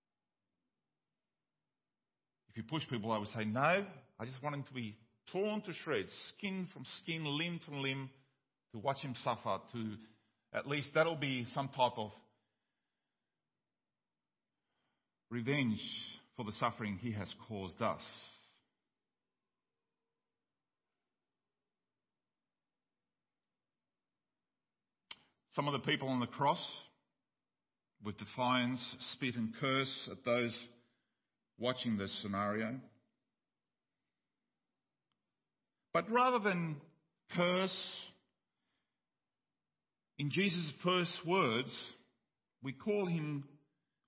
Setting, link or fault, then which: setting, large echoing room